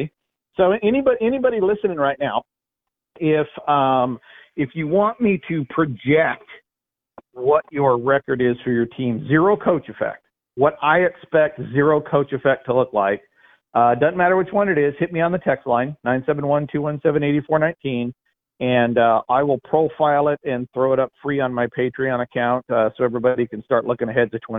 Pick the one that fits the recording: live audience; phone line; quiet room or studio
phone line